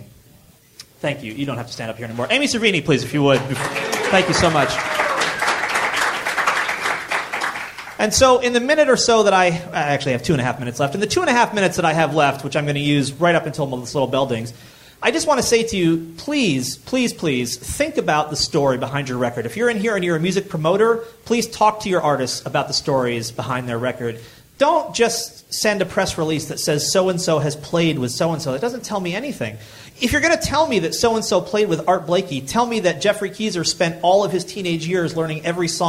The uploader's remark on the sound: I spoke today at the JazzTimes DIY Crash Course in Manhattan. My talk at the JazzTimes DIY Crash Course. This is the audio of my presentation. Thanks to David Lee Joy from All Star Media for providing the audio.